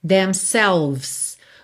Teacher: Do V você vai pro S, tá? Não pronuncie essa letra E.